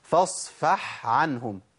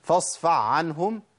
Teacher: أنا كده أبدلت الحاء بعين على طول، أضغمت